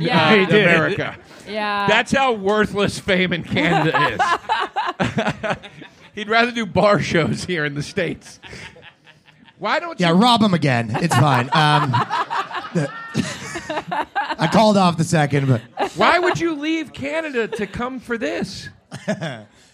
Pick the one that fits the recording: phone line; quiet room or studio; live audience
live audience